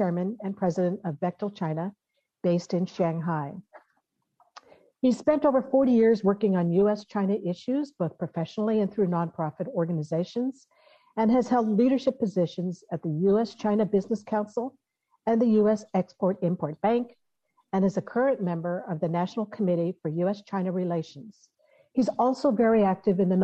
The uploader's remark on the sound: This program was recorded via video conference on May 26th, 2021 by the Commonwealth Club of California.